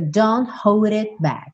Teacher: A gente tem dois T's e um K que você não escuta direito.